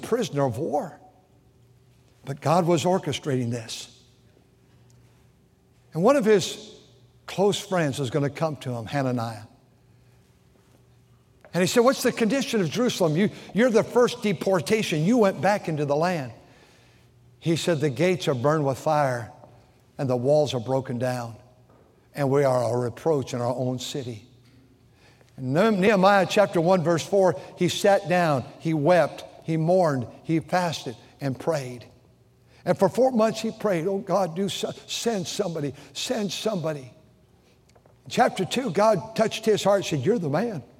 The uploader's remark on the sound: During the Sunday Morning service on September 17, 2023, at North Valley Baptist Church in Santa Clara, California.